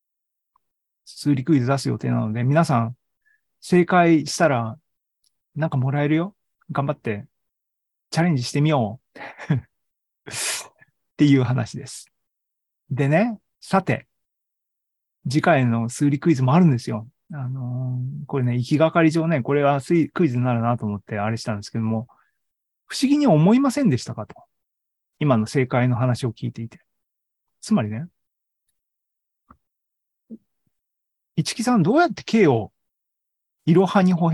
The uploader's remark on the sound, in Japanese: ２０２２年１１月３０日に開催した ZOOMライブの模様です